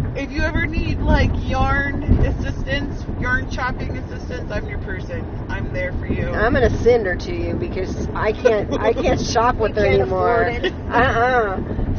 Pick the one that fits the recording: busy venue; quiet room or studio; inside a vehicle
inside a vehicle